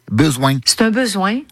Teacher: on entend les voyelles nasales bien prononcées